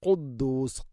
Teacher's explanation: ഖാഫ്, തൊണ്ടയുടെ മുഗൾ ഭാഗവും കഴിഞ്ഞ് ചെറുനാക്ക്